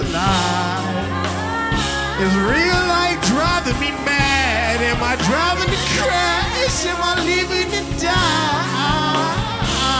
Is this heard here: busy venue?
yes